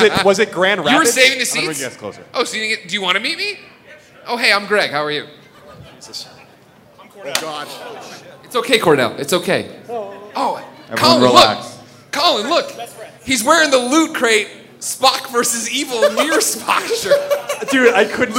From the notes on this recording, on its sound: PS I Love You XOXO Live in Denver - Road to Greatness Special. PlayStation podcast went to Denver to do a live show for PlayStation's Road to Greatness!